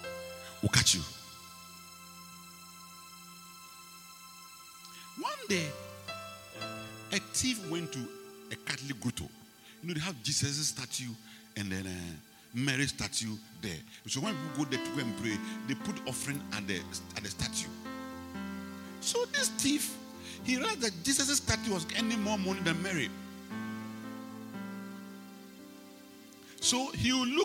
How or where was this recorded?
large echoing room